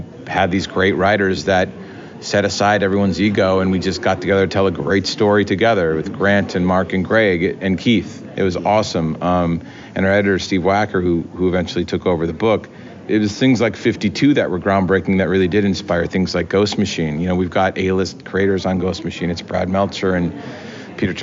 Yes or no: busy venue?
yes